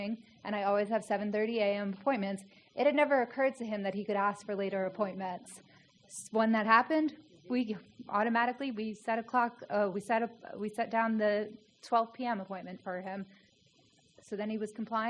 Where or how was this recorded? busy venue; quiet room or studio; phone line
busy venue